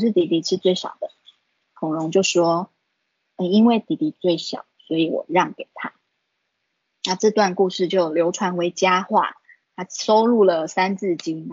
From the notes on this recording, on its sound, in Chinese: 講座錄音。此為線上課程錄音檔！